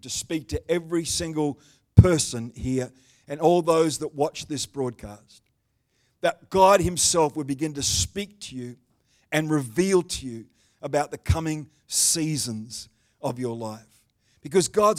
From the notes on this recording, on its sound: The live stream of Destiny Church Atherton.